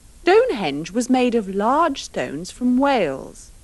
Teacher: remember to pronounce of, as, and from with the schwa